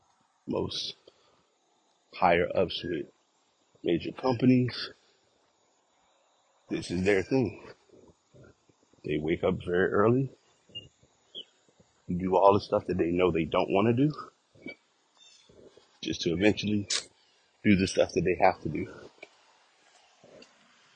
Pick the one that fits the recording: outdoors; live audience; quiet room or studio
outdoors